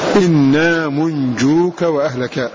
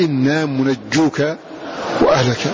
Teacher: فقرأ هذا اللفظ هنا إنا منجوك وأهلك بتخفيف الجيم وسكون النون · Shown in: first take